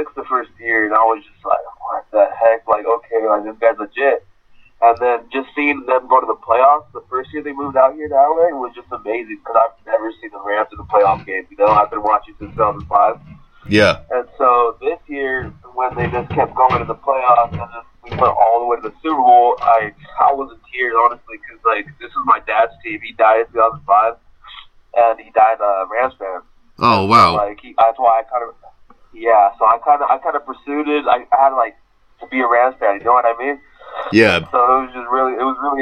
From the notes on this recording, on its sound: gets on the phone